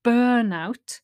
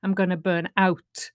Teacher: the difference between the noun, where you stress on the first syllable, burnout, and the phrasal verb, where you stress the particle